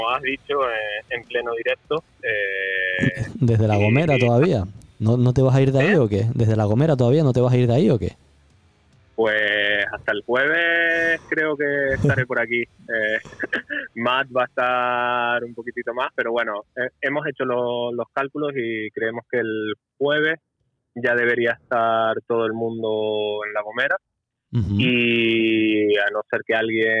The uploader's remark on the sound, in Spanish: hablamos por teléfono con ellos